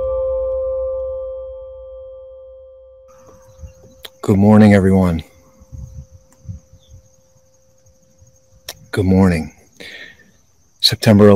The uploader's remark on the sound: This Episode originally streamed live on location at Flight 93 National Memorial. The audio from this podcast was taken directly from this live stream.